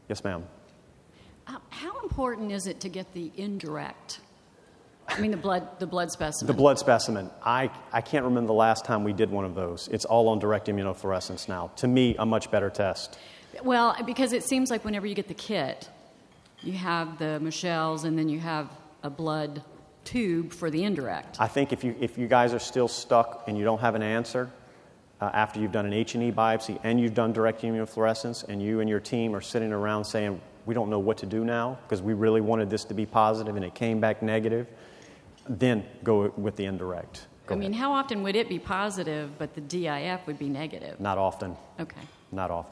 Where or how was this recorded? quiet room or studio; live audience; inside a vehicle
live audience